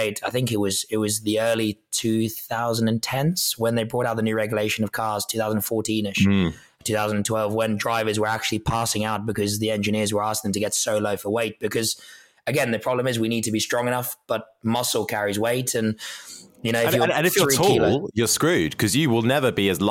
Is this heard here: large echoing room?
no